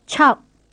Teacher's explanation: the word for six with an aspirated ch.